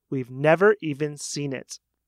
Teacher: Did you hear that the words never were kind of stressed there?